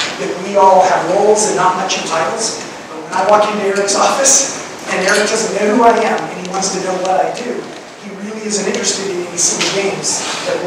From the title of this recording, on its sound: Fireside Chat at Denver Startup Week